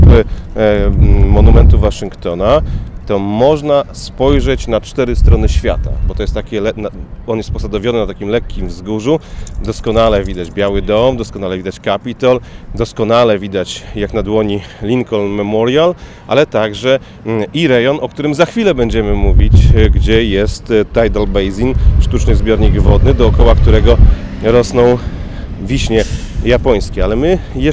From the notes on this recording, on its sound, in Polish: Odcinek nagrany na ulicach Waszyngtonu: zaczynamy w dzielnicy Foggy Bottom, idziemy pod Biały Dom, następnie do Monumentu Waszyngtona, potem Tidal Basin i kończymy w Smithsonian Gardens.